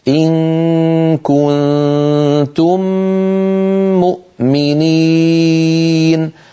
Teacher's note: هذا المقطع إن كنتم مؤمنين فيه ثلاث غنن: غنة إخفاء، غنة إخفاء، غنة إدغام. هاتان الغنتان الأوليان طولهما واحد، غنة الإدغام أطول بقليل بقليل، لو لاحظتم علي لما قرأت أقرأها عليكم الآن فلاحظوا: إن كنتم مؤمنين، أطول بمقدار بسيط.